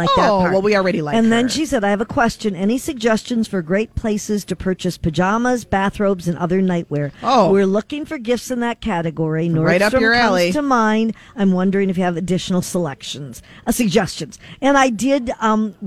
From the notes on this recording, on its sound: broadcasting live at AAA Minneapolis Travel